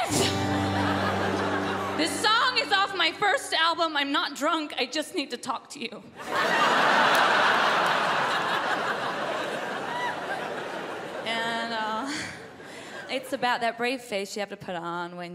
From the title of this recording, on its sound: Melbourne International Comedy Festival 2013 Gala